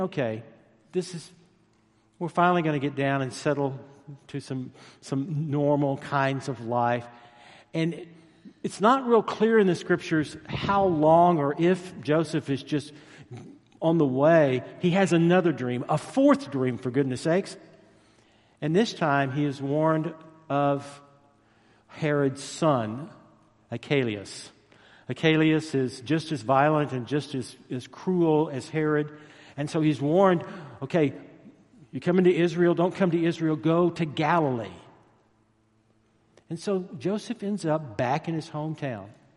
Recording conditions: large echoing room